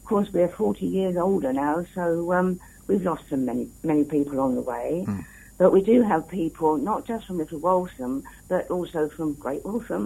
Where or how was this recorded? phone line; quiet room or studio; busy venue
phone line